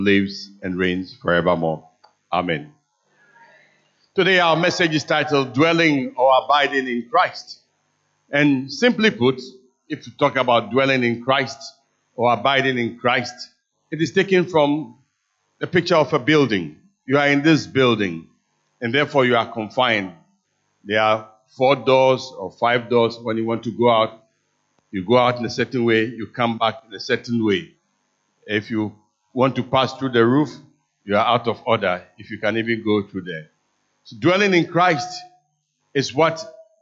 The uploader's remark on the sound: Sermon preached at CBC Adabraka Campus